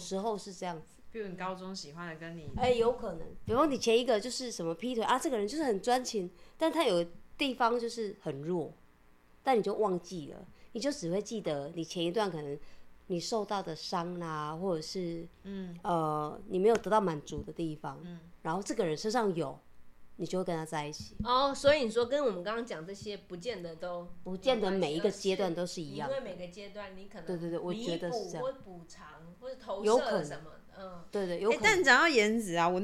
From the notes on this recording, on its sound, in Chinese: 所以前幾天兩位好友來家裡住幾天，晚上喝酒閒聊，即使只有一隻麥克風，導致收音效果忽大忽小，但實在太有趣了依舊決定開錄！